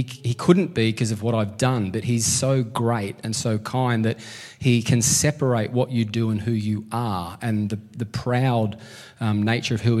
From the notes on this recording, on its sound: LIVE at Echo Church.